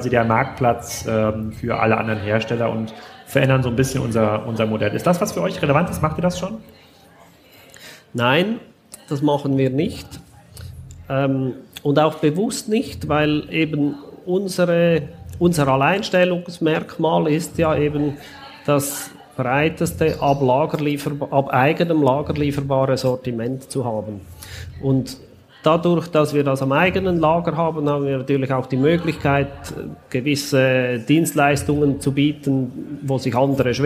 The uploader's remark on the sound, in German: Im Podcast, live von der Züricher E-Commerce Connect, stellt er sich den Wachstumsfragen bei Kassenzone.